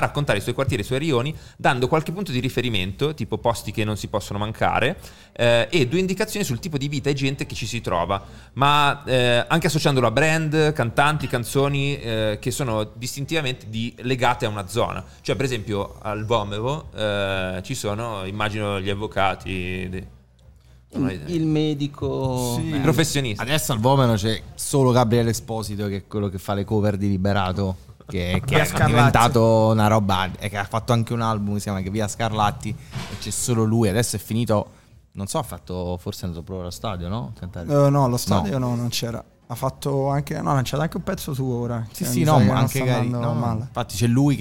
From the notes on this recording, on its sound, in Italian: si sono seduti con noi al tavolone di Bar5